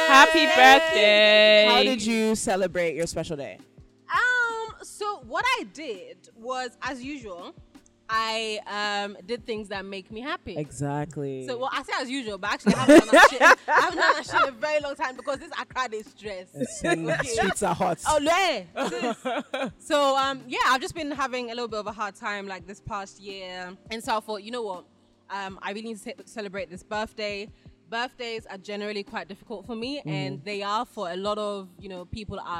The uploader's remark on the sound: It’s beach day with the roomies as we take our recording to the beautiful Rehab Beach Club.